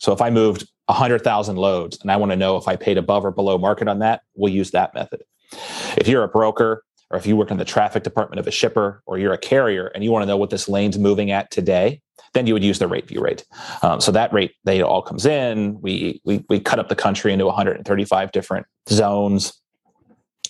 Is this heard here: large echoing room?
no